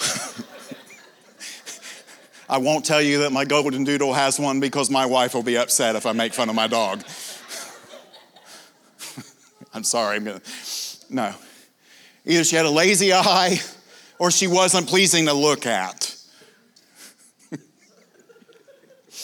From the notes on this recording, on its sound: This is from the TUE Evening session from the 2023 conference.